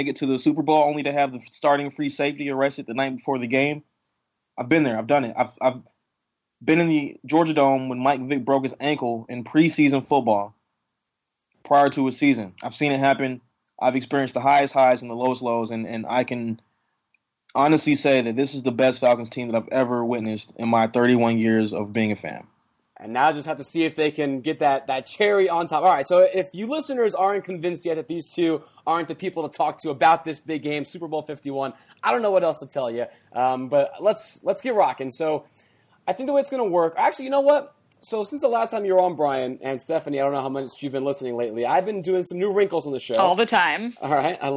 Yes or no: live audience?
no